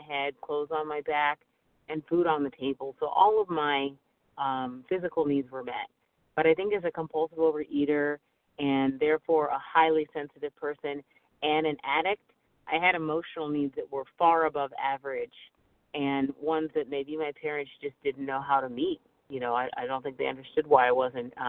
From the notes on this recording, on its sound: 100 Pounders Phone Meeting